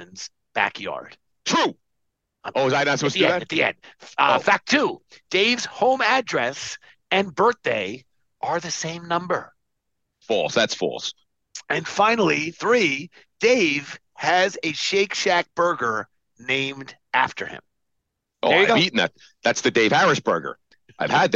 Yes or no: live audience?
no